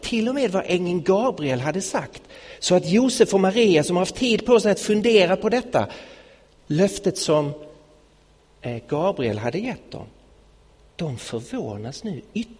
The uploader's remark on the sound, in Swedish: Inspelad i Betlehemskyrkan i Stockholm 2016-01-31.